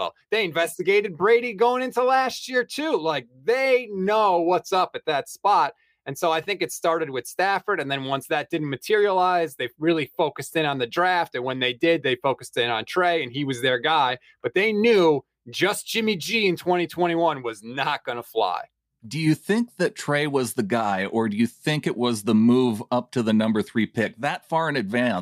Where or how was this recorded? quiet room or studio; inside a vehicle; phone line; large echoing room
quiet room or studio